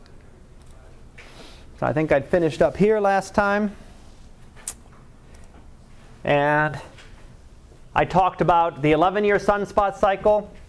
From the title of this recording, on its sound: Live Class Lecture